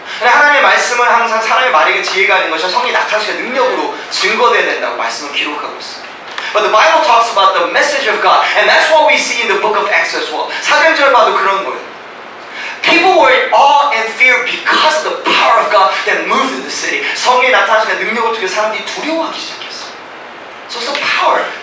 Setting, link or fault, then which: fault, poor sound quality